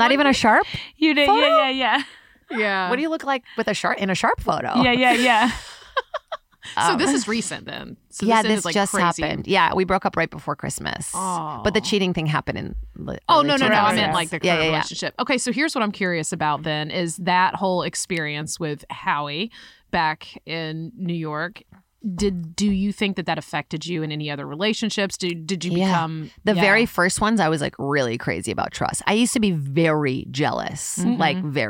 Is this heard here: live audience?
no